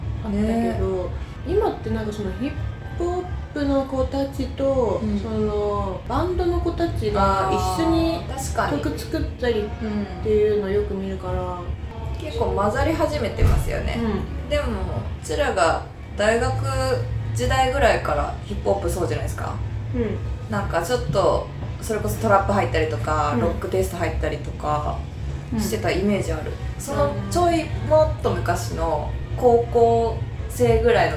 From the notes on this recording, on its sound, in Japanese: 雑音すごくてすみません